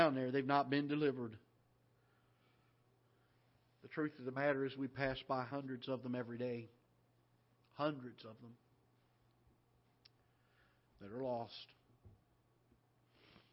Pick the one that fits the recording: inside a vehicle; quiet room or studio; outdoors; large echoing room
large echoing room